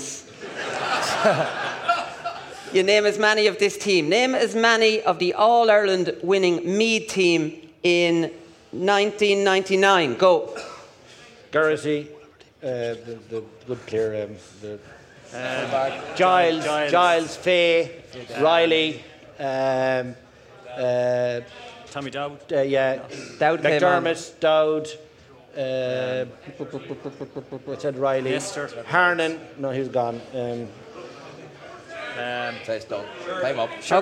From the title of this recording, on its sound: live from Westport